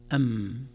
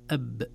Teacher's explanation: لاحظتم الميم من الشفتين والباء من الشفتين، لكن الميم بانطباق الشفتين مع رخاوة أو عدم شدة أو عدم حبس الصوت، أما الباء أب بحبس الصوت. · Term: إخفاء شفوي